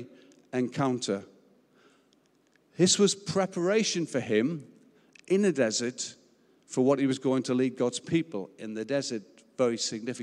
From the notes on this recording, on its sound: Recorded live at Life Church Lancashire